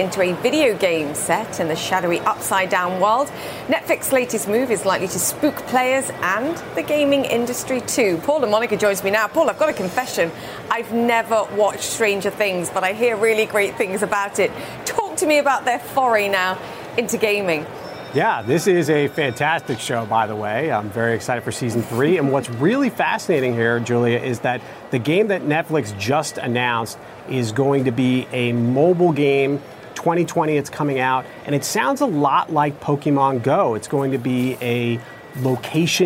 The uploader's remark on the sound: Live from the New York Stock Exchange.